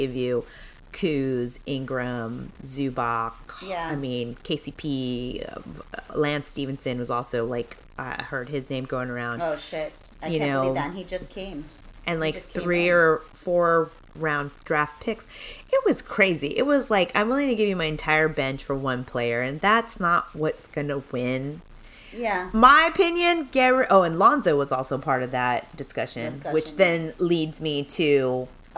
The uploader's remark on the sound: Recorded in a different spot so it sounds crunchy and you might hear a car horn.